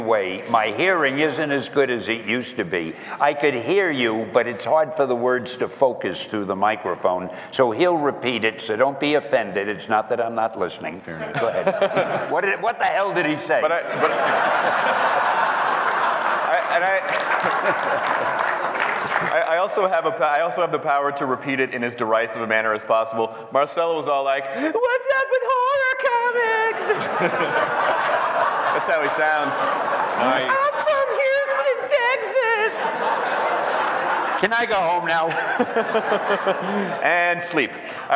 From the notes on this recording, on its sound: This Q&A style podcast was recorded at the NAB Show in Las Vegas. In front of many fans.